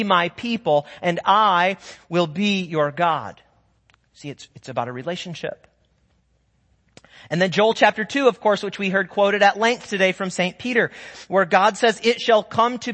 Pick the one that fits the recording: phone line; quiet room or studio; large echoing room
large echoing room